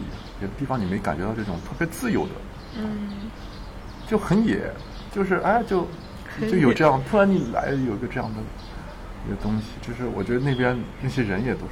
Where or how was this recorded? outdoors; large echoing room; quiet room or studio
outdoors